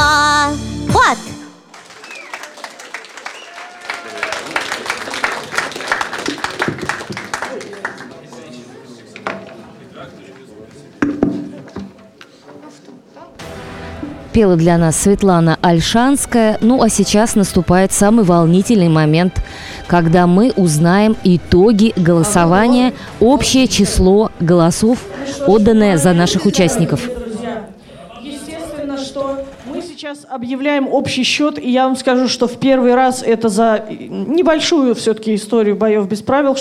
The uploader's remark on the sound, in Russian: интерактивного молодёжного креатив-шоу «Бои без правил», которое состоялось в рамках Всероссийского игрового фестиваля 9 декабря 2016 года в КСРК ВОС в Москве